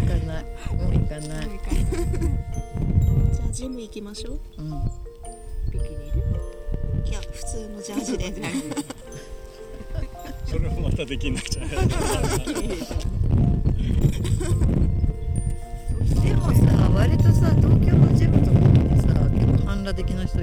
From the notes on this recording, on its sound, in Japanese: 惜しいことに風よけのシェードをつけ忘れてしまったため、山田の牡蠣小屋収録では恒例の放送事故回となってしまいました。最後に聞こえるカモメの声が爽やかです。